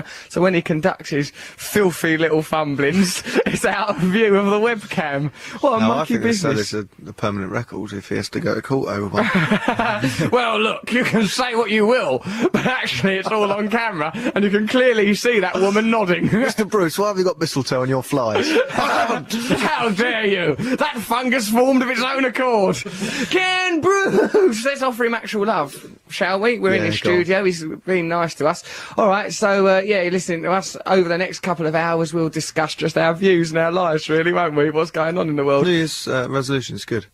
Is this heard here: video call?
no